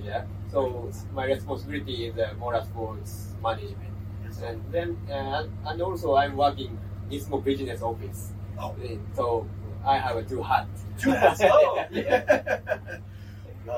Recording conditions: busy venue